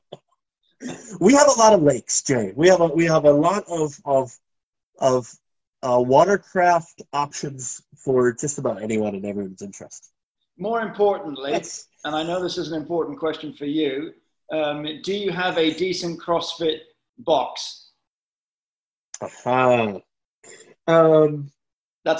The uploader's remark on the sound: over the wonders of Zoom